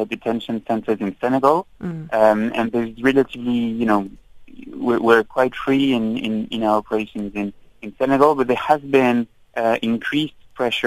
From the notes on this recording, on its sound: we are joined on the line